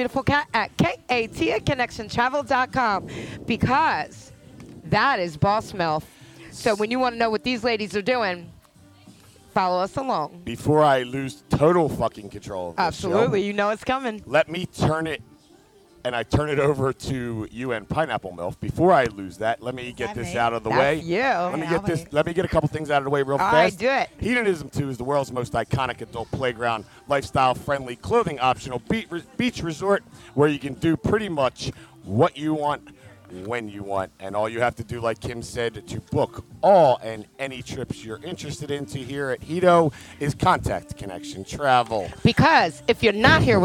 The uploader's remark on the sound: LIVE from Hedo for the Connection Travel Hottest MILF Contest 2022 for the ABC Contest.